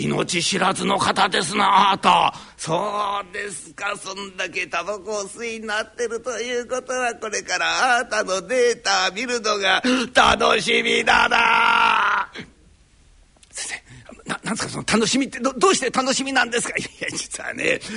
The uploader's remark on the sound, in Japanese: 築地本願寺・ブディストホールにて収録した